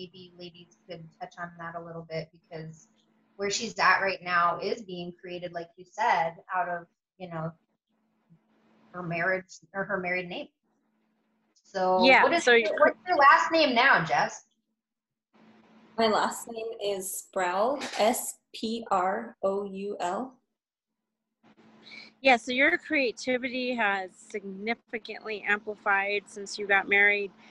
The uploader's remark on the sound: A zoom chat. Despite the internet freezing on my end, resulting in me talking over my guest at times.